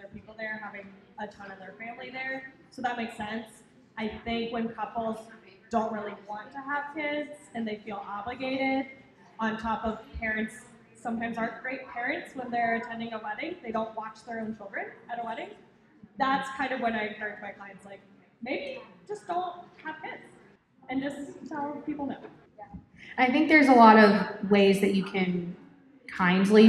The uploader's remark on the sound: LIVE recording hosted at the Gardens in the Gorge annual open house